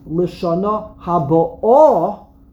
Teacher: If you pronounce it Lishana Haba'ah, you put the emphasis on the Aleph, Milara, you're saying the year that is in the process of coming.